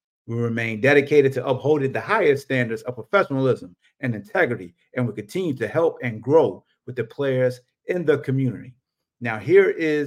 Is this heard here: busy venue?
no